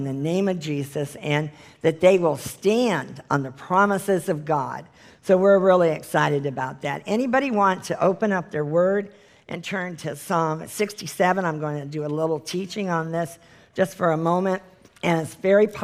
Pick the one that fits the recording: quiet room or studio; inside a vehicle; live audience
live audience